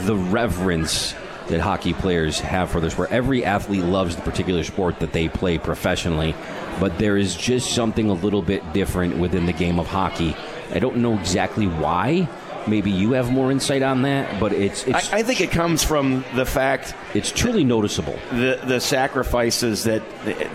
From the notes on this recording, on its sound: live from The 72 Tavern